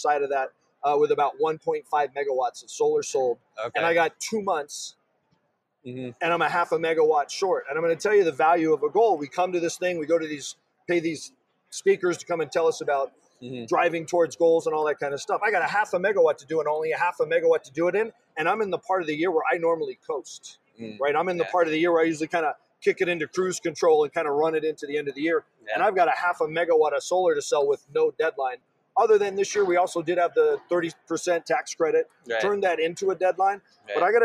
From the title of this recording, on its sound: Live From D2D-Con